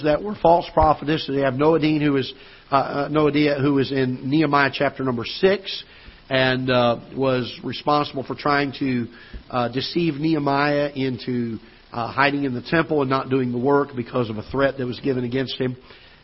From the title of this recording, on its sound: Ketha Heights Baptist Church ~ Live Broadcast